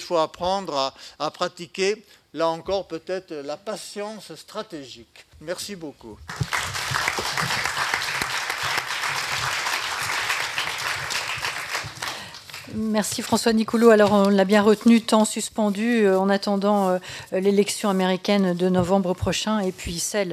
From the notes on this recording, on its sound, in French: HORS LES MURS. Extrait du colloque.